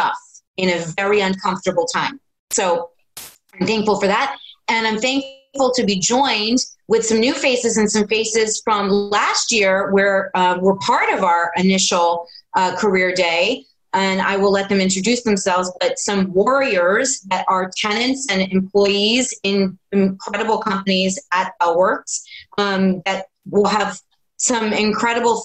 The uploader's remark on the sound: Live from Home. Moderate a virtual panel.